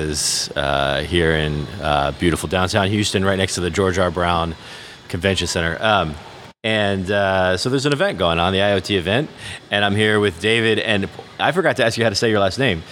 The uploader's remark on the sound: on location at the Oil & Gas IoT conference